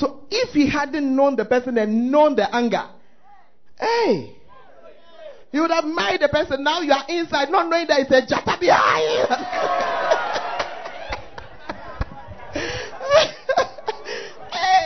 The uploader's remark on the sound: Preached At The First Love Center, Ayeduase